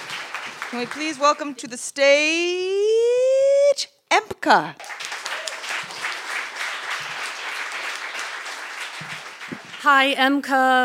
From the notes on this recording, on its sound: Recorded live in Wellfleet, Massachusetts at Preservation Hall on August 16, 2015.